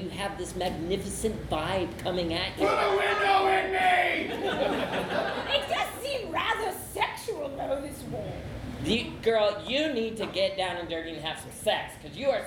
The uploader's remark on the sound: This one is coming to you from the 2016 Detroit Improv Festival! Recorded live at Go! Comedy Theater in Ferndale, MI, in front of an awesome crowd at a festival packed with some incredible talent. This is the first of five special episodes all recorded at DIF this year!